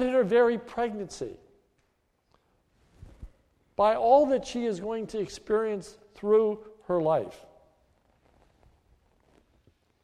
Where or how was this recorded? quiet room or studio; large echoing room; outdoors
large echoing room